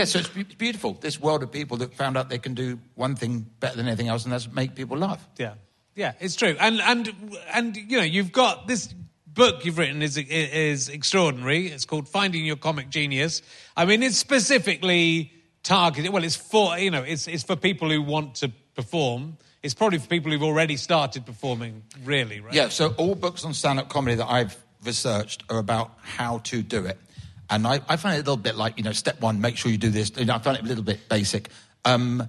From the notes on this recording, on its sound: Another book club in front of an audience - this one coming from Aldershot.